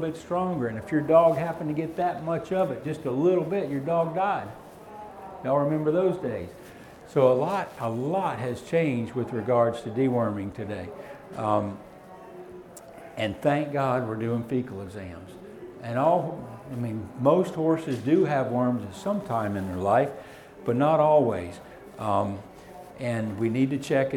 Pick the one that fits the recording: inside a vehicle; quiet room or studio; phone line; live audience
live audience